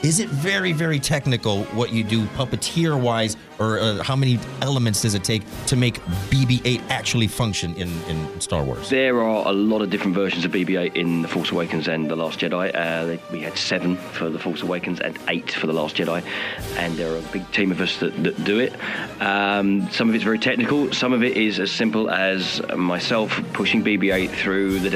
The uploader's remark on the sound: STCE COMIC CON 2018 INTERVIEW